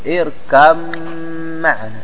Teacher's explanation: تضغم الباء في الميم فتقول اركم معنا، وأصبح الحرف مشددا وهي ميم والميم فيها غنة، فأصبحت الآن غنة الميم المشددة، غنة الميم المشددة.